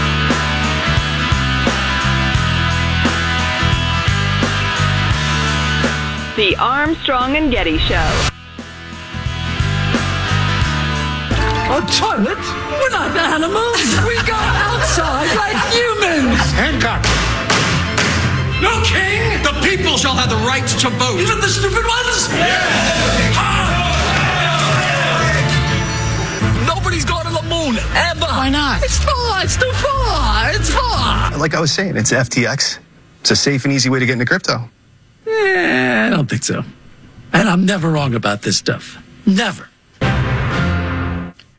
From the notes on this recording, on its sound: Joins the show via telephone.